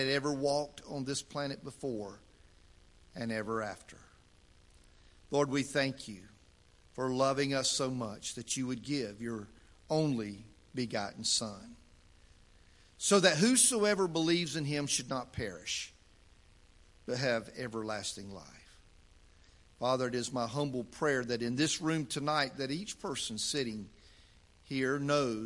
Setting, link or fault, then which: setting, large echoing room